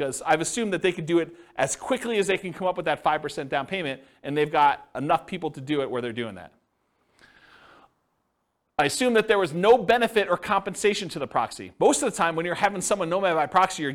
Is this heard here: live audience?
yes